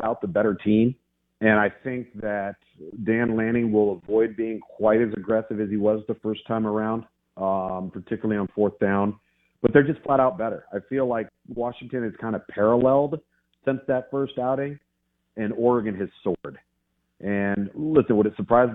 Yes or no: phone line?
yes